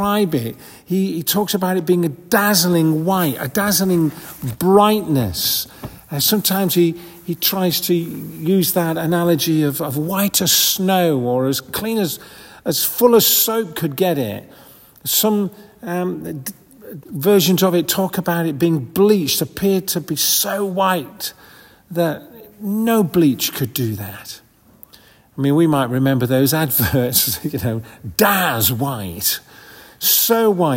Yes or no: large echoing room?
yes